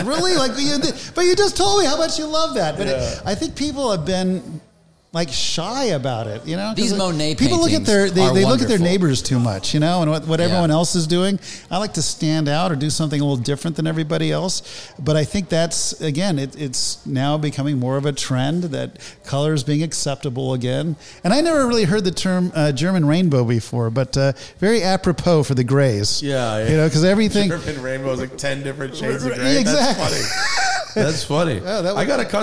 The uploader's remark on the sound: Recorded from Porsche Santa Clarita